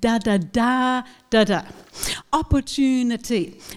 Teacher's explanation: opportunity is a five-syllable word with secondary stresses on the first syllable and the primary stresses on the third syllable.